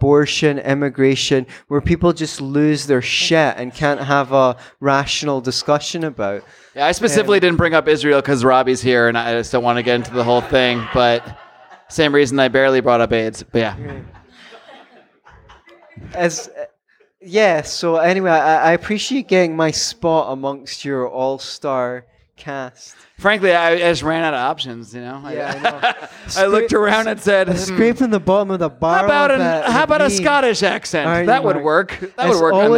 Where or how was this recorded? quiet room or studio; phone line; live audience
live audience